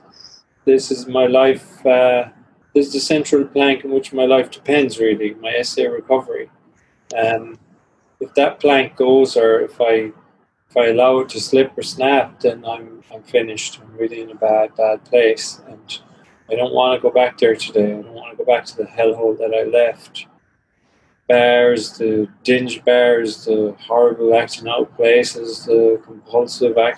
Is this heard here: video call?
yes